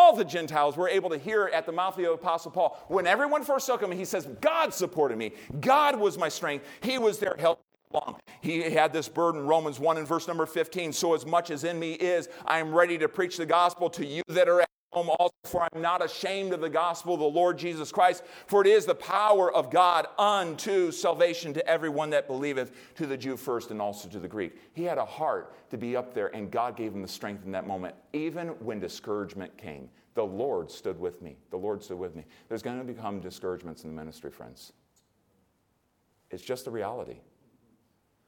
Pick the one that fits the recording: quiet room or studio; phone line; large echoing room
large echoing room